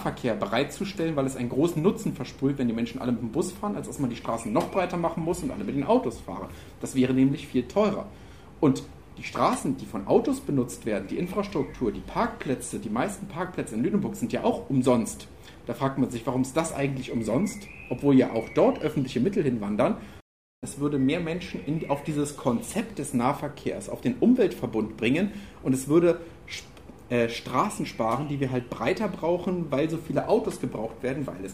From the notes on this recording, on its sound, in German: Audio-Zusammenschnitt: Dinner4Two-Veranstaltung. In Lüneburg.